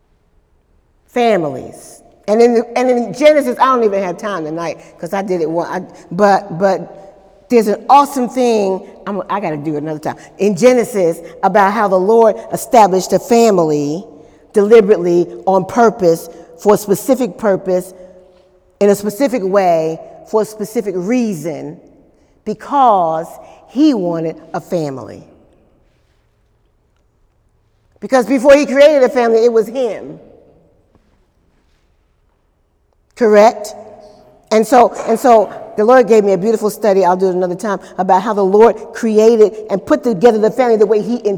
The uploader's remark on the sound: During Wednesday night service